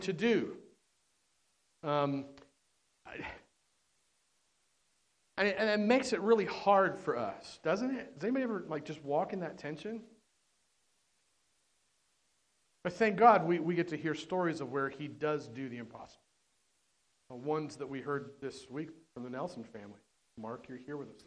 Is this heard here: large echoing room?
yes